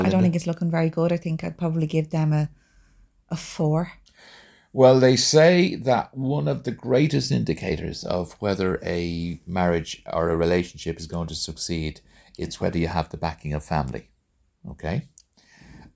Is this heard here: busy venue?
no